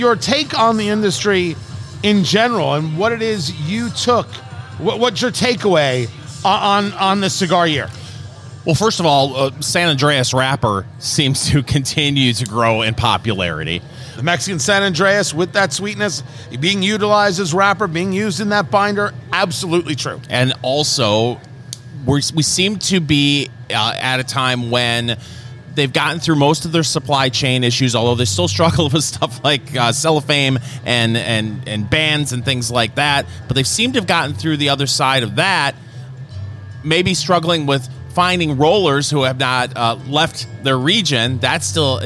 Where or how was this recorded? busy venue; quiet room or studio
busy venue